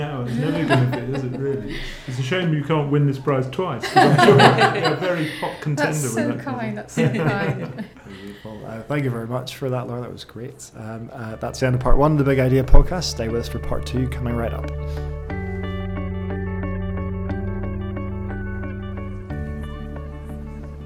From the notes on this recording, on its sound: Recorded live at the Edinburgh International Book Festival, a discussion with this year’s winners of Britain’s oldest literary awards.